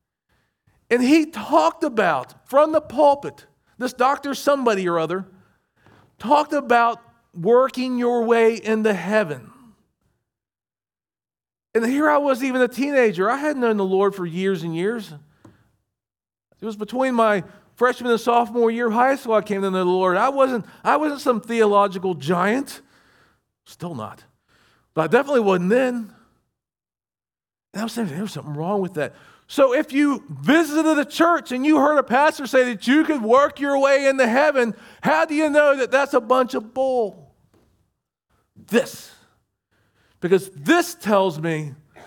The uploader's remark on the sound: recorded at Shenandoah Valley Baptist Church on Sep 10, 2023.